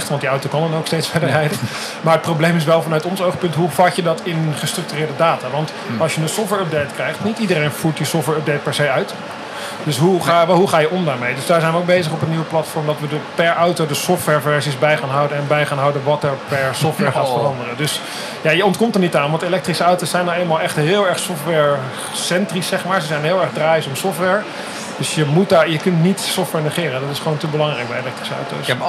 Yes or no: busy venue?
yes